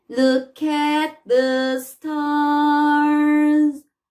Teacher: Esse T final, ele vai ficar aqui na garganta